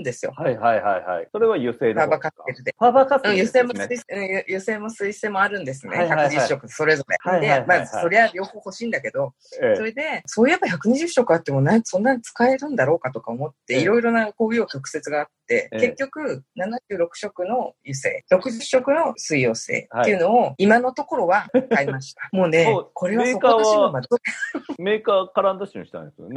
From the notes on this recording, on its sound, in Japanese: 収録環境のため音飛びすることがあります。すみません。